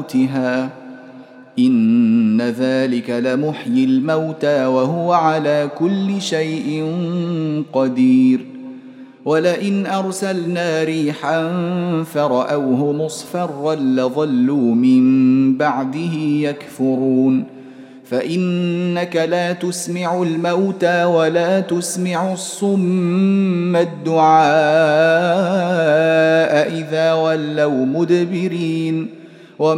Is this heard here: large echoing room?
yes